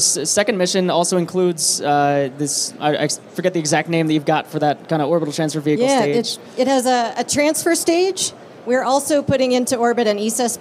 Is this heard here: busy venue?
yes